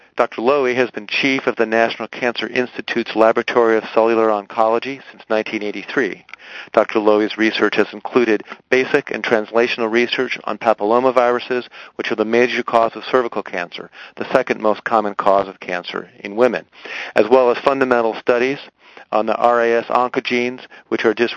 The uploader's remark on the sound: Author in the Room® Teleconference